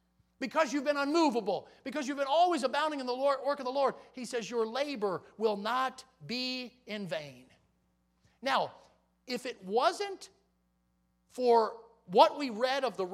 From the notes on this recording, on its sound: In the Sunday Morning Service. At Victory Baptist Church in Boonsboro, Maryland.